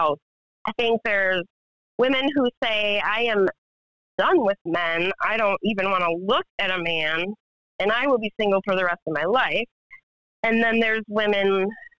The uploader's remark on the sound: Phone interview.